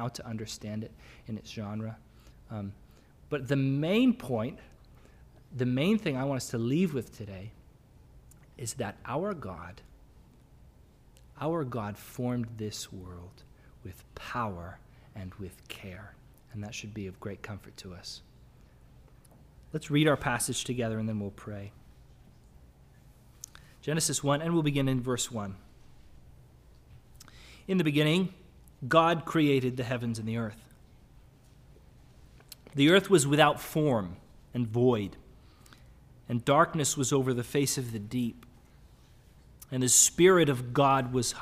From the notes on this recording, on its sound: Sermon audio from the LBC worship service on Sunday, March 13, 2022.